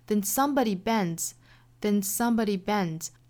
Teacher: Bends 这个词后面加的这个 s 啊，应该是读 z 的发音，所以 d 和 z 连在一起应该